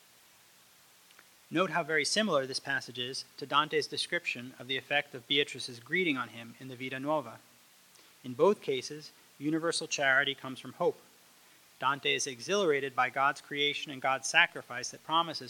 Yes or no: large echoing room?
yes